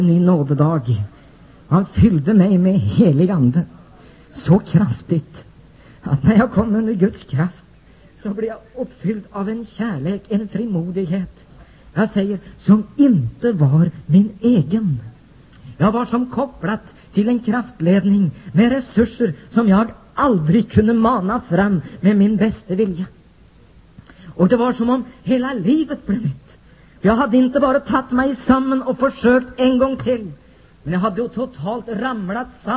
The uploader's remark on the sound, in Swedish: Inspelad vid kvällsmötet vid Nyhemsveckan i Mullsjö 16 juni 1994.